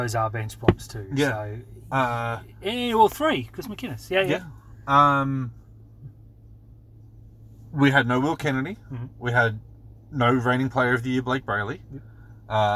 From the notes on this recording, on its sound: We're in the car